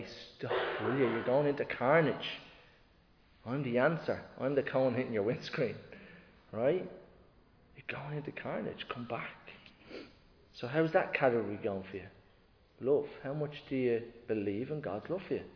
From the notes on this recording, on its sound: Recorded live in Liberty Church on 6th November 2022